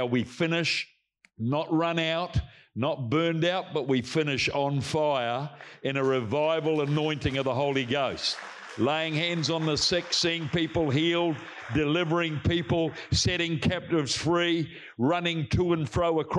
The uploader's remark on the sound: Recorded from our Combined Wednesday Night Gathering. Our heart at Celebration Church Rarotonga is that this message will greatly bless your walk with Jesus and help bring you closer to Him.